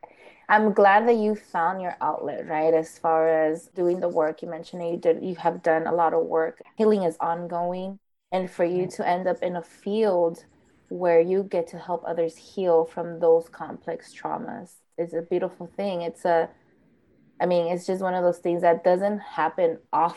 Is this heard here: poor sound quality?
yes